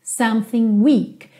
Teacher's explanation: Percebe que o K não aparece muito, você não ouve weak, weak, weak.